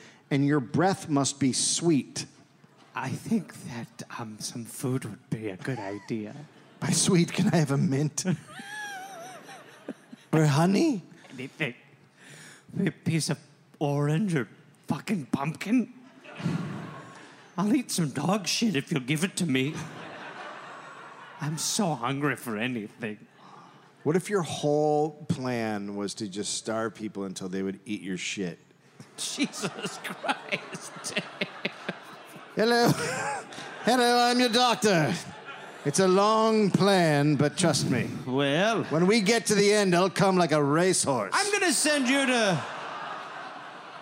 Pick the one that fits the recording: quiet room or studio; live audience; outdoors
live audience